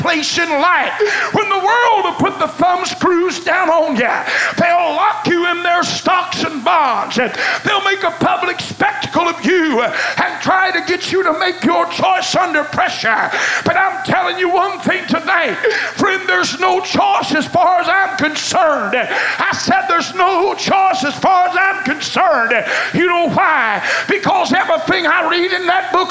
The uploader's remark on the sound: The Best Choice is an excerpt taken from Choices which was preached at First Apostolic Church, January 19, 1993.